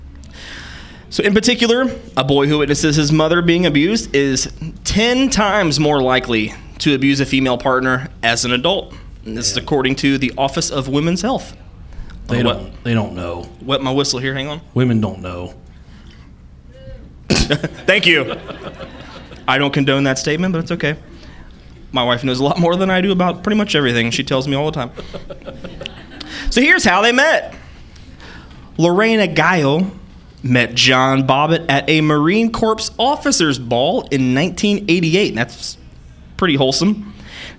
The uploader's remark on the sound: This is a special recording from our live show in Indianapolis.